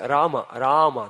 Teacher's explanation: And Rama, the first R, that's a long R. И в слове Рама, Рама, там долгое А первое. So that's like an open, long R.